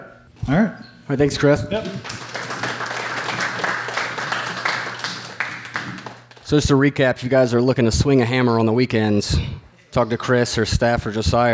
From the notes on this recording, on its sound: recorded live June 23, 2016 at the Carrick Literary Club in Carrick, Pennsylvania